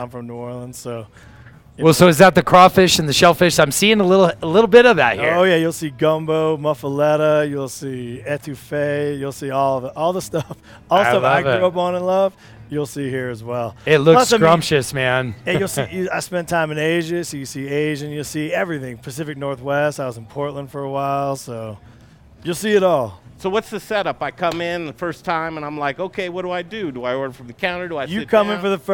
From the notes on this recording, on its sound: Live in Telluride at the LittleHouse